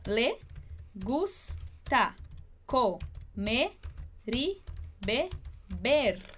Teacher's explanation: a gente acaba juntando, então, o som do R com esse I que a gente tem aí no meio.